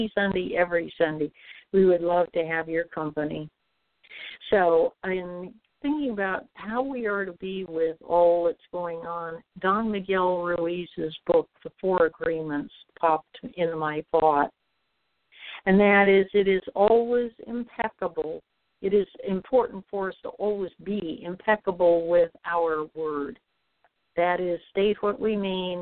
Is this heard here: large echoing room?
no